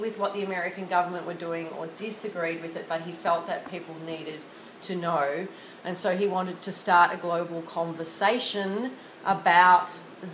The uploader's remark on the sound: This is a recording of a presentation at the 2016 Australasian Law Teachers Association Conference in Wellington, New Zealand.